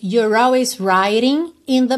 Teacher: enrolar o R facilita a ligação na palavra always.